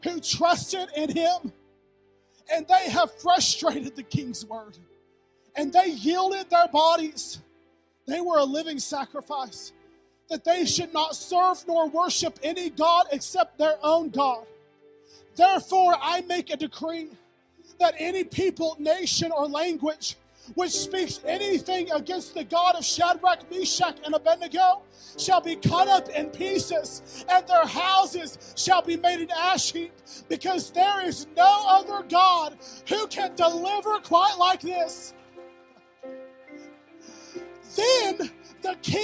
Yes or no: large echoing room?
yes